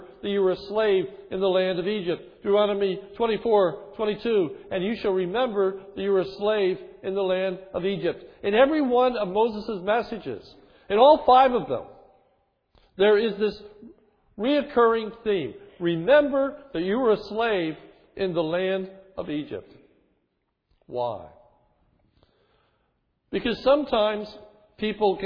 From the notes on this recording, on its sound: This is a sermon recorded on 1/9/11 from the morning worship service.